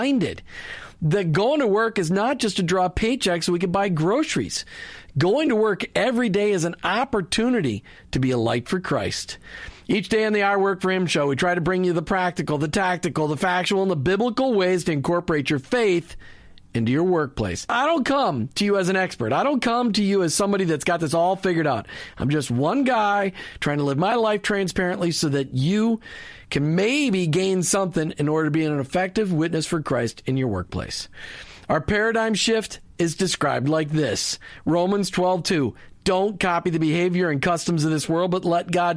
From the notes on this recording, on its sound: calls in and talks about what is happening live at the Christian Product Expo.